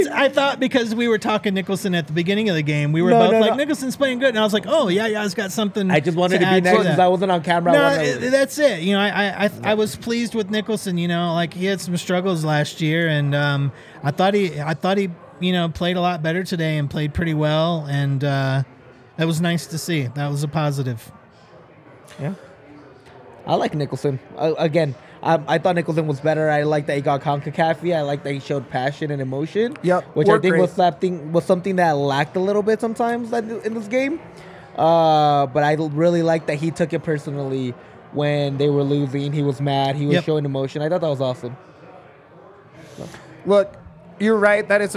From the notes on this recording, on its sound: LIVE from the DNVR Bar